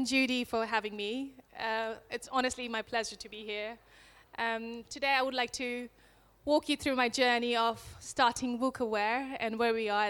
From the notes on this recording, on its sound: This talk was recorded at She Loves Plants 2019.